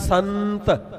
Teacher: ਟਿੱਪੀ ਨਾਸਕੀ ਆਵਾਜ਼ ਹੈ, ਨੱਕ ਵਿੱਚੋਂ ਆਉਣ ਵਾਲੀ ਆਵਾਜ਼, ਇਸ ਦੇ ਵਿੱਚੋਂ ਨੰਨੇ ਅੱਖਰ ਦੀ ਸਵਰ ਨਿਕਲਦੀ ਹੈ।